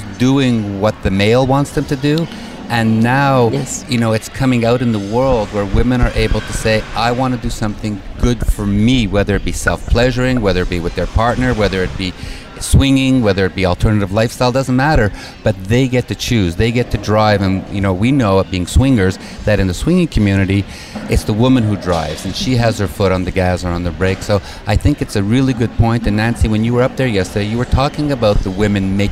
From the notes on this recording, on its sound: On location at The Ultimate Women's Expo in Atlanta